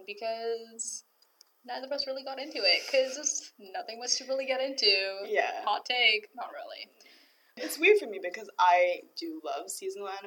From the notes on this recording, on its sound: We deeply apologize for the janky audio in this episode. Due to certain circumstances we had to venture into the hard and unyielding world that is Robarts library to record.